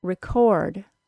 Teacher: The verb version is record, with the second syllable stressed.